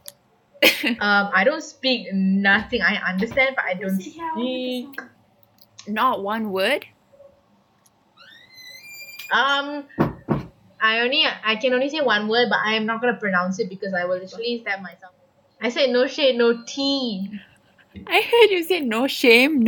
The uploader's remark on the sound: our not great audio